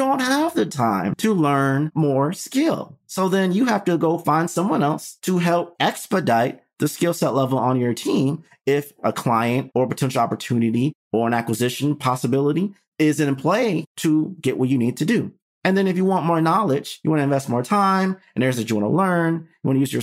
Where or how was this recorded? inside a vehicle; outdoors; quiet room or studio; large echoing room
quiet room or studio